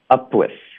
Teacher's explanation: up 我们嘴唇合上，导致一个停顿。up，从这儿呢，我们就连发到 with。那你的嘴唇合上，连发到 with 的时候呢，很有可能就会爆破。在这个情况下呢，我们爆破的时候不是刻意的想要爆一个 p 的音，它是一个自然的一个反应。所以如果你不刻意的送气呢，你就会发的比较弱一点，比较软一点。大家听一下这个音质效果最终是一个什么样 ?upwith。哎，这个音是一个 p 的音吗？它听起来像 p 还是 b 呢？是不是有点像 b